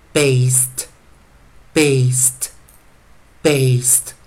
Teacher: D 是念 T，也就是 voiceless consonant · Term: 轻辅音